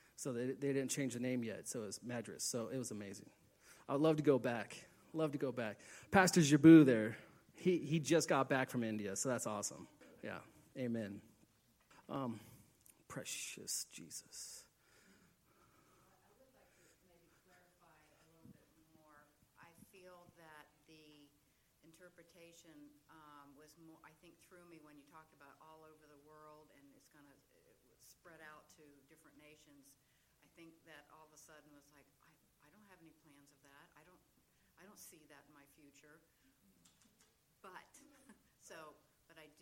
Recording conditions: large echoing room